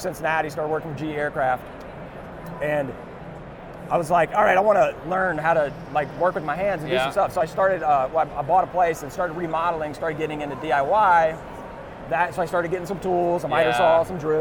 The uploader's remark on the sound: Live at AU 2023 in Las Vegas!